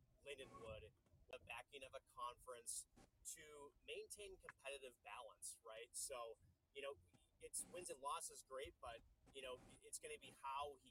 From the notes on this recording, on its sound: we are LIVE from the beautiful Maryville University Hockey Center